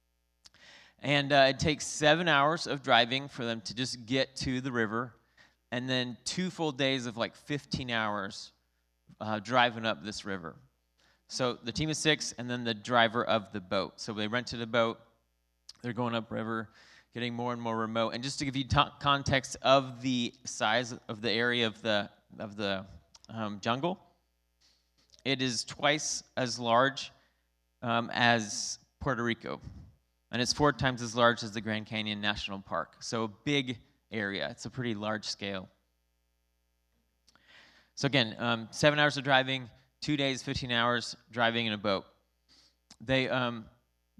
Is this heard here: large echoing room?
yes